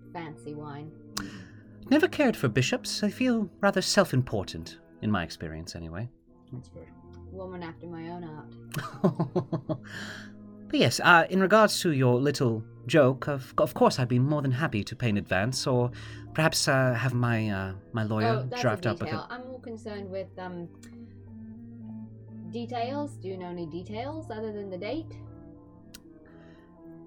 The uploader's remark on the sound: I accidentally used the computer mic instead of the desk mic. Sorry about the uneven vocals!